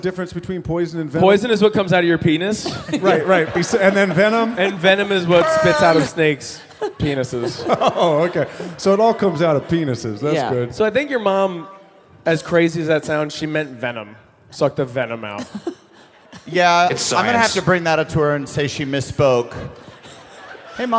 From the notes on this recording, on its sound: Live from Newark!